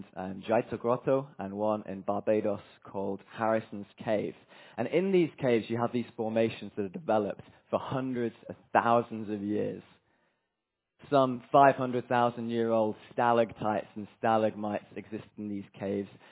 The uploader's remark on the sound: From Emmanuel Church Durham on Sunday 25th June, 2023, as we were joined by delegates from the ‘Revive Our Hearts Europe’ conference.